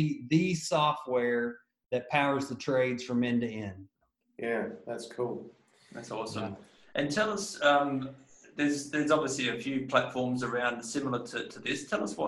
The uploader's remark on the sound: In this episode we were stoked to have our first International guest on the Show, all the way from Oklahoma Texas, we Zoomed.